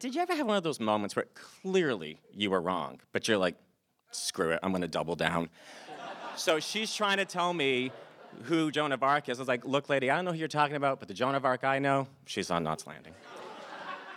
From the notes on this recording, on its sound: recorded live at the Provincetown Theater on October 9, 2019.